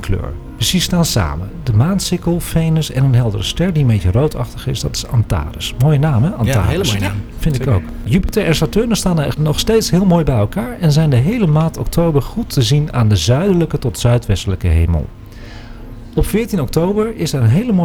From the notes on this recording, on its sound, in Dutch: Deze live uitzending is opgenomen op locatie bij Boekhandel Scheltema aan het Rokin te Amsterdam voor AmsterdamFM.